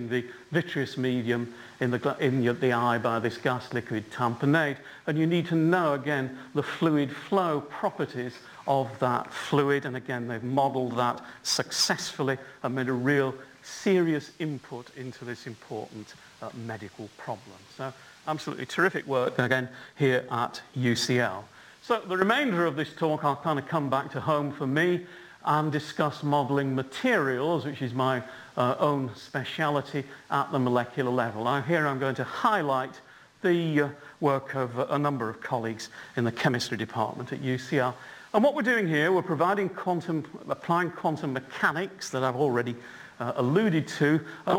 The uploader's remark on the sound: UCL Lunch Hour Lecture